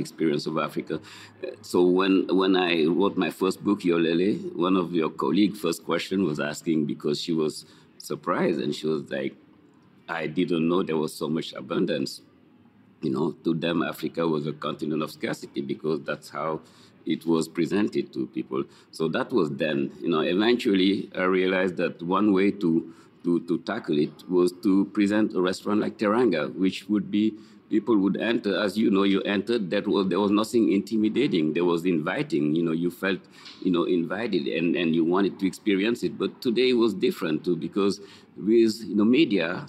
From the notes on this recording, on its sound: “On the Road” at Worlds of Flavor 2022 in Napa, CA. Worlds of Flavor is a 3-day International Conference and Festival that includes culinary demonstrations, presentations, panels, and workshops, plus, its famed world marketplace tastings and live fire and teaching kitchens at its beautiful campus. Today’s show includes two guest interviews from the conference.